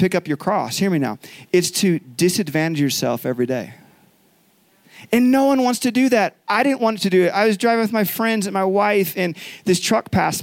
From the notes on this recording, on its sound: Recorded live from Summer Camp 2021 at Faith Heights.